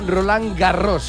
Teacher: A diferencia de la mayoría de las palabras francesas donde la S final no suena, en este apellido sí se pronuncia la S del final de Garros